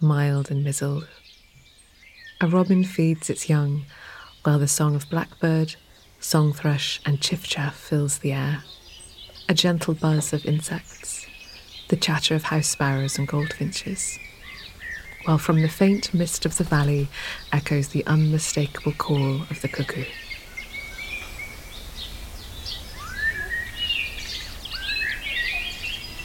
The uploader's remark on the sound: Enjoy a cuckoo chorus in a Dorset vale.